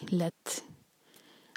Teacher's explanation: تا پر سکون ہے تو تا پر ہمس ہوگی، ہوا کے ساتھ پڑھیں گے، مطلب کہ سانس جاری رکھیں گے